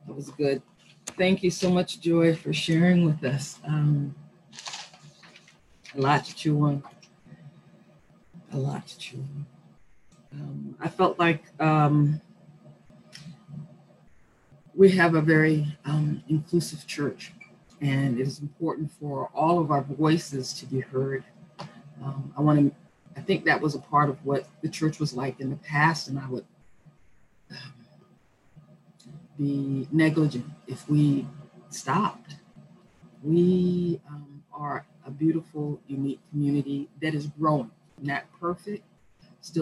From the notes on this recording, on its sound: Our Zoom streamed service